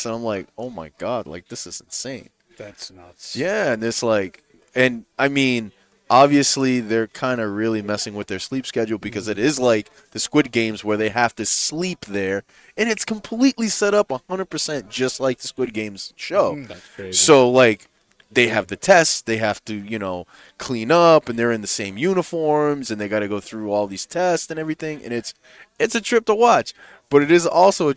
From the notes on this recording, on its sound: Recorded live from the 7-20-4 Lounge!